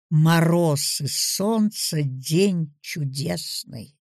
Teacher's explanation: Ямб – ударение на втором слоге.